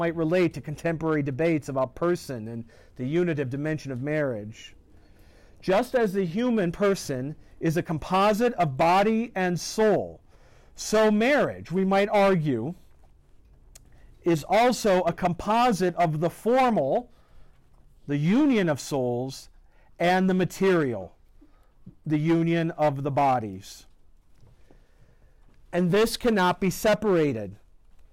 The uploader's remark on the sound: This lecture was given on November 21st, 2023, at Universidad Panamericana Campus Mixcoac.